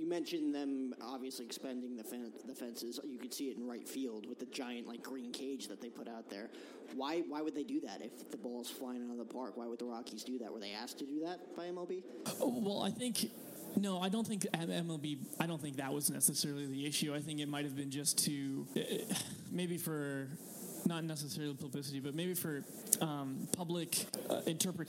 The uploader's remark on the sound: Day 2 at the MLB Winter Meetings LIVE from San Diego.